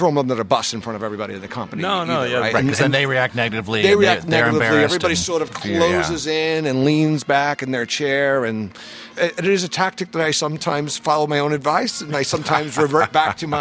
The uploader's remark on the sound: joined us live at VMworld 2016